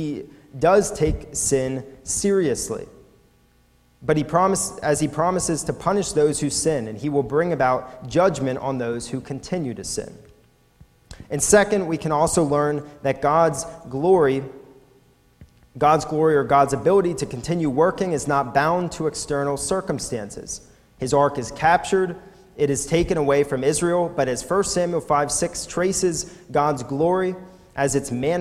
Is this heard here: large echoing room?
yes